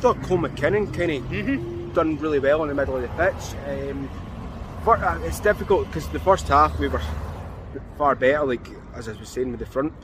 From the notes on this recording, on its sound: Reaction for outside Ibrox